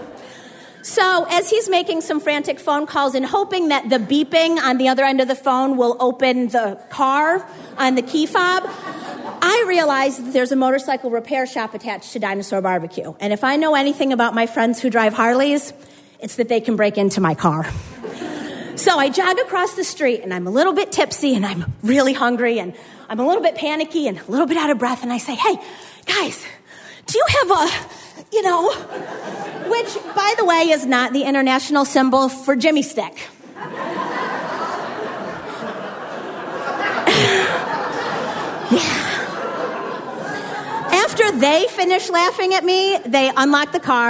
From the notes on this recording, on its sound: had us rolling in the aisles at the Howl Story Slam in Clayton, NY in Summer 2016, and did it again at our Grand Slam event in Heuvelton, NY